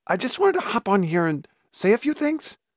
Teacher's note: The way I'm talking now is the way some content creators speak on TikTok, and it's known as influencer speak or TikTok voice. It's a combination up talk, where you sound like a question when it's not a question, and the other element is vocal fry.